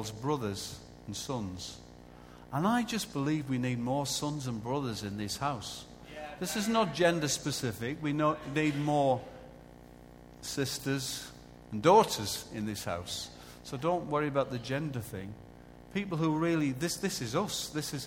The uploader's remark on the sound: Recorded live at Life Church.